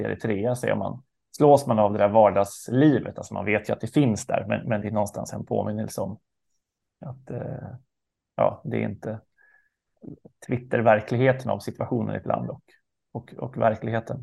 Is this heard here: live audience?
no